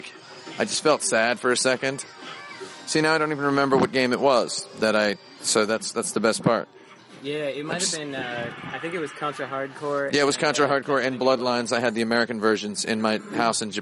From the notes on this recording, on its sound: Recorded on the streets and in the buildings of Japan.